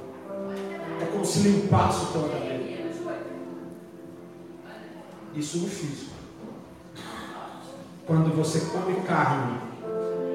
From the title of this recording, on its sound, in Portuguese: Culto de quarta-feira - 06/11/2019 (Santa Ceia) - Ao Vivo na Casa de Louvor